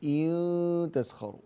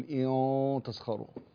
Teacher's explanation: النون بعدها حرف التاء فيكون الغنة مرققة في حالة الإخفاء · Shown in: first take · فتقول إن تسخروا ولا تقول إن تسخروا.